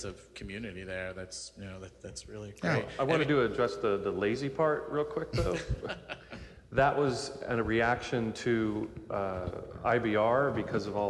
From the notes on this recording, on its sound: A Special podcast recorded with a live audience at the San Diego LGBT Center. They answer many bear-related questions from the audience.